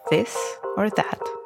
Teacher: Lick your front teeth for its voiced dental fricative, a slight lisp or hum